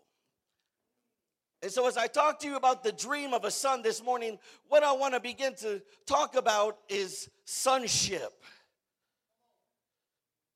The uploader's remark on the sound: preached at the "Dream Again" conference in Riverside, California.